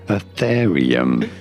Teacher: You do want to stress on the second syllable.